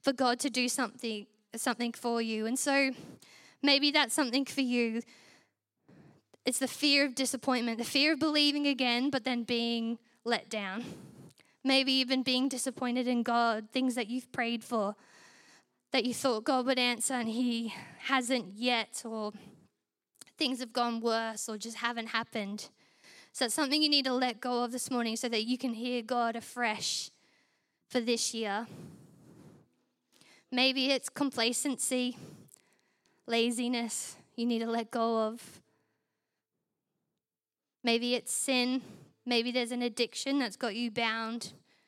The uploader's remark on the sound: Recorded during our Melbourne East service on Sunday, the 21st of January 2024.